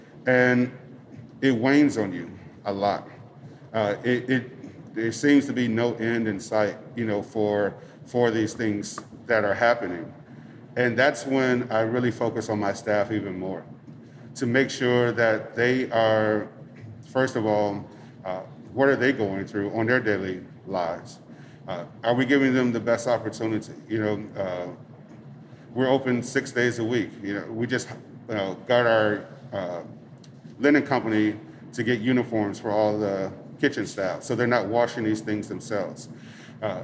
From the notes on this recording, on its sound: We recorded this episode live at Samesa